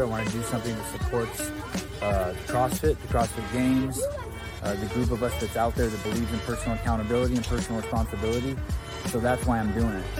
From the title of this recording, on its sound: TYR Wodaplooza Gameday // Sunday // Shut Up & Scribble LIVE From MIAMI